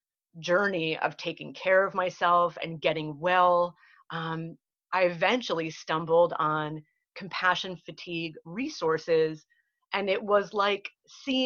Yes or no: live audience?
no